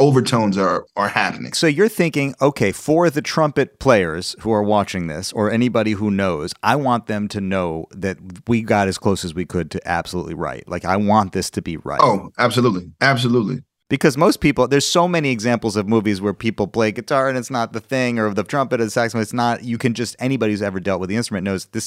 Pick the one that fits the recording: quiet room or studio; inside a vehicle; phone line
quiet room or studio